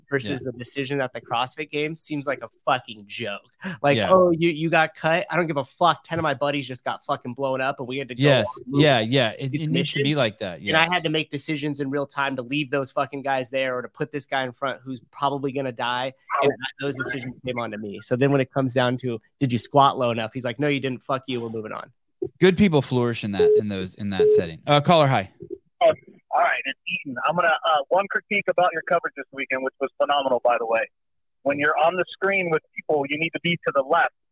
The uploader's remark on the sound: Live Call